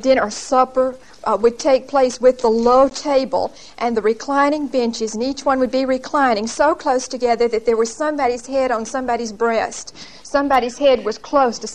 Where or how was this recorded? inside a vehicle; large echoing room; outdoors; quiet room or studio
large echoing room